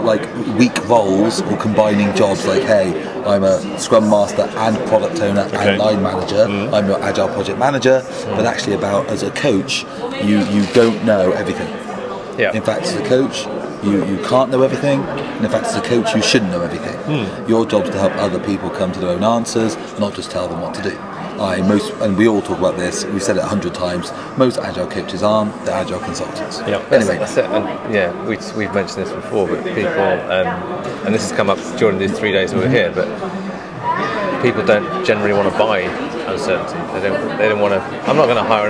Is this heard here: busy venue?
yes